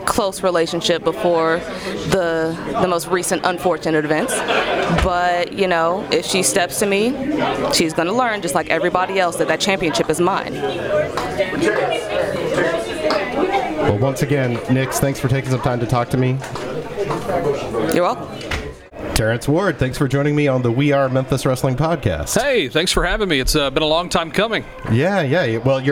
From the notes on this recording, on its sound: on location at The WrestleCenter